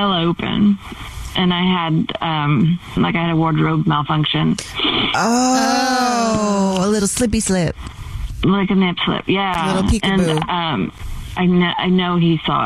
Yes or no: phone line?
yes